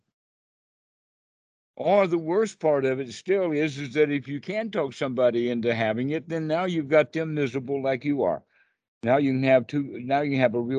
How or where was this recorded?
video call